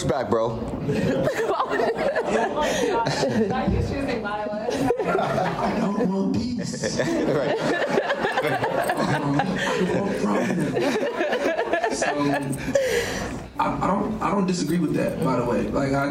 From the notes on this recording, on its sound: Tune into the recording of our live sessions at SNMA's annual medical education conference. Shout out to our lovely audience members for participating and creating this episode with us!